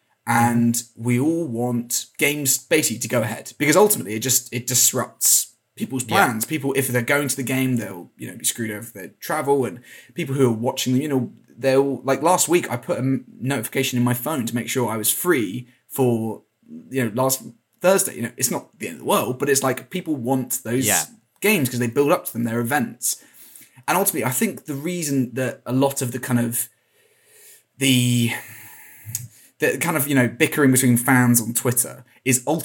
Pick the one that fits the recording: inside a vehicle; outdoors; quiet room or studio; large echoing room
quiet room or studio